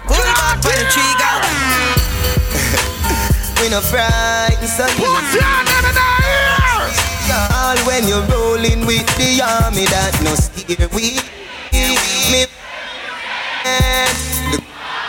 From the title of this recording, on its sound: Tropical Fridayz 11/24/23 (LIVE AUDIO)